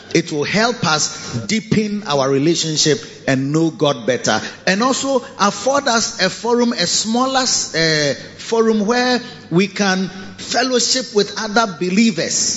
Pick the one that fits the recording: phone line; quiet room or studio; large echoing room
large echoing room